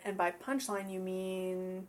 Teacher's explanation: I used a level tone, which indicates that there's more to it. Continuing.